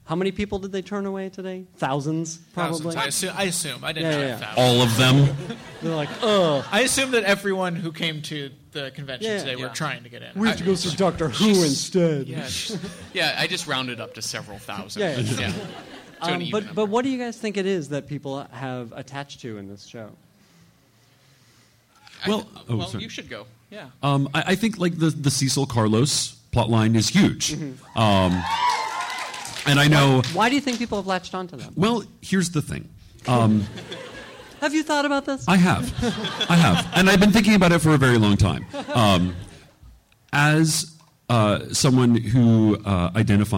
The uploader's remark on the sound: Recorded at NY Comic Con.